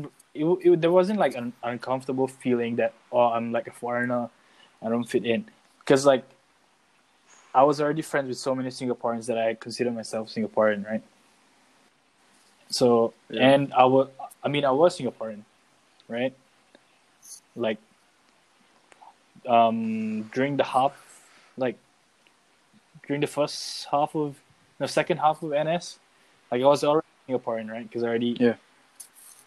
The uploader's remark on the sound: This episode was a mess because of the audio cuts.